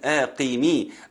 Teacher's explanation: القاف أقل درجات التفخيم